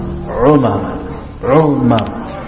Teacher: The ayin, it comes from the middle of the throat. Not like English.